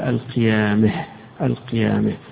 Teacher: إذا وقف عليها لقراءة الكسائي يقرأها بالإمالة في الهاء الأخيرة بتاعتها